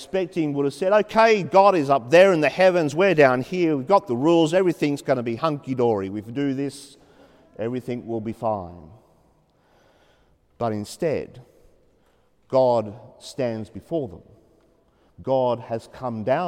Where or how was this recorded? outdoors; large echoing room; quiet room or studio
large echoing room